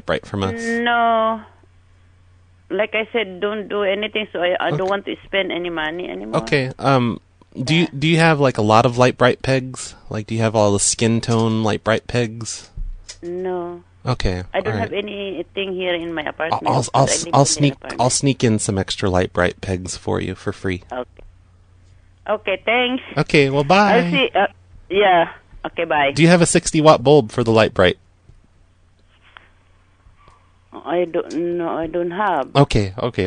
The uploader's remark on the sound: Prank Phone Calls